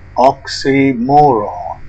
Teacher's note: stressed bowl vowel and finish with box vowel. Stress pattern, da-di-da-di. · oxymoron with secondary stressed box vowel and follow with bit vowel, stressed bowl vowel and finish with box vowel